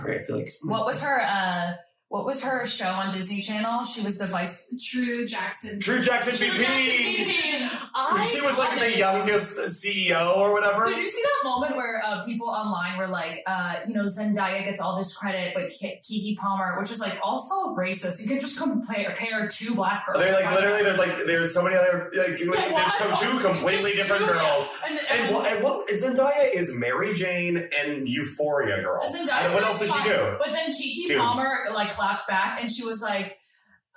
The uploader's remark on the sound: Recorded on an iPhone. This week we accidentally only recorded the audio on an iphone.